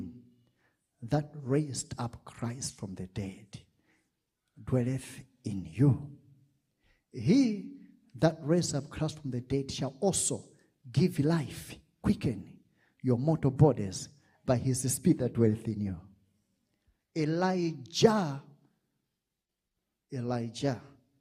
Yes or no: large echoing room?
yes